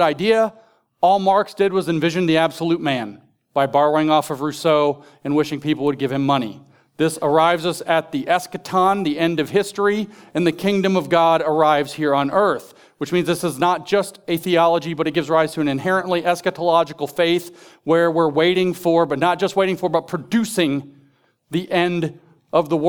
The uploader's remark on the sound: In this deep-diving presentation from The Theology of Marxism Conference.